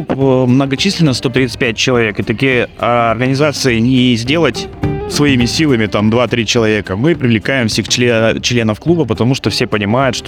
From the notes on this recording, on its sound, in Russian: Интервью с фестиваля H.O.G. Winter Challendge «Ural Ice 2023». В Екатеринбурге прошел уникальный, единственный в Мире (и уже третий по счету) Harley Davidson и Harley Owners Group зимний мотофестиваль H.O.G. Записано в полевых условиях в городе Екатеринбург.